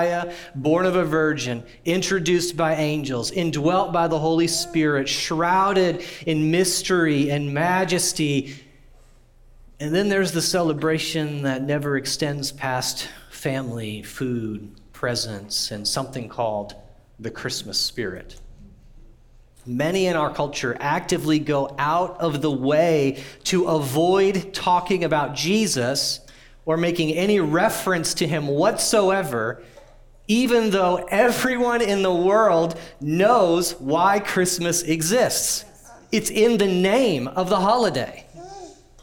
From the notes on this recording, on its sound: audio from New City Church in Champaign-Urbana, IL